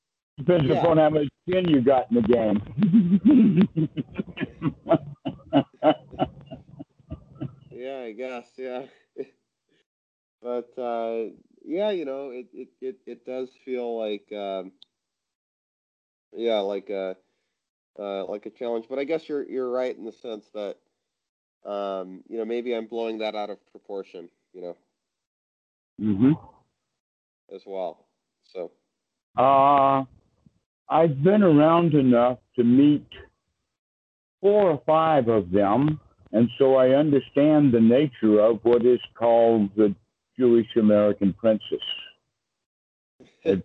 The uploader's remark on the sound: skype calls